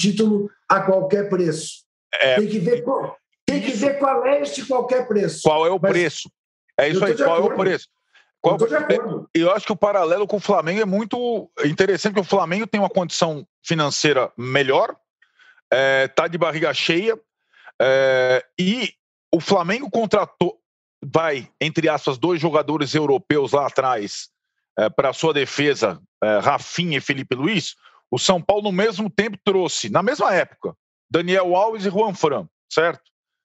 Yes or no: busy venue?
no